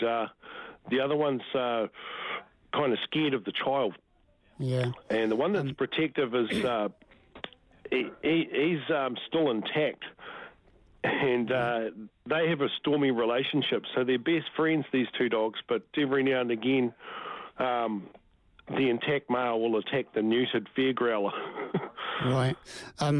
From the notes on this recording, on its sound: There were lots of phone calls today. The Sunday Cafe - Magic Talk Radio.